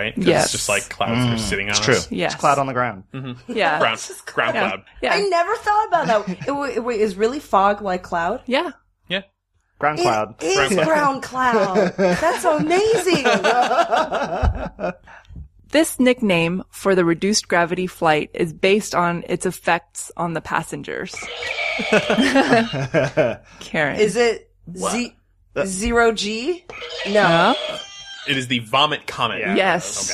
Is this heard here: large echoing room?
no